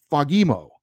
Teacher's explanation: it's pronounced Fagimo, with the emphasis on the second syllable, Fagimo. I floated back and forth on this, and I need to pick one and stick with it, and I'm still not exactly sure what I'm going to do.